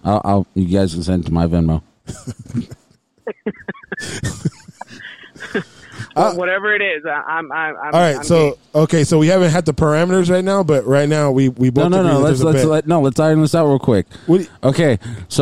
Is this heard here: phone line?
yes